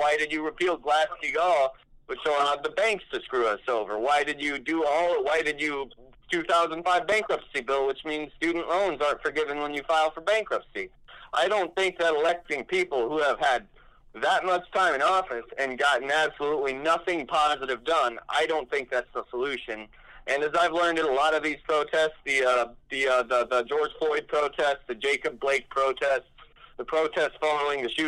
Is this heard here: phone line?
yes